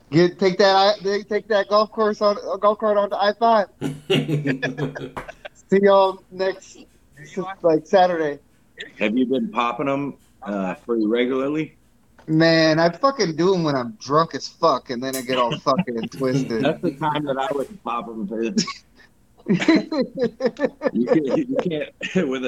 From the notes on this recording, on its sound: Finally recorded one of our group calls